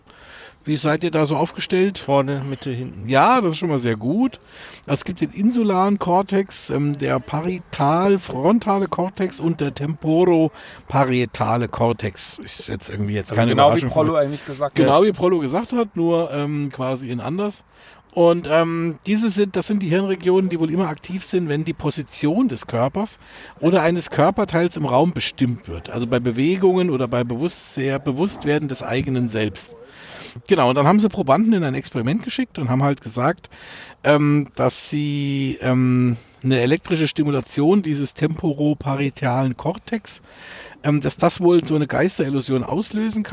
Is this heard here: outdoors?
yes